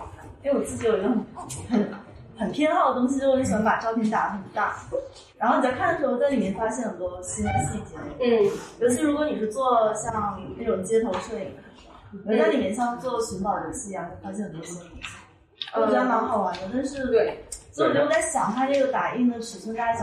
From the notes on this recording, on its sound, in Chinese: 一树ARBRE艺术空间（深圳市福田区园岭六街园岭新村74栋103）。开幕对谈，现场录音质量较差，请见谅。